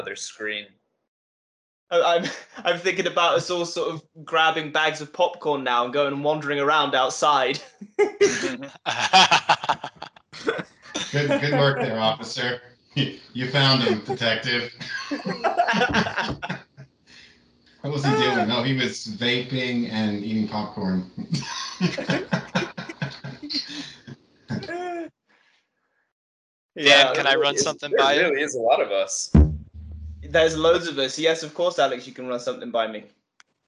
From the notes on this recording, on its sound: skype calls